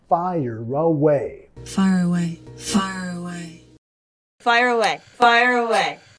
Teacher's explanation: Fire, fire, acá vinculando al sonido schwa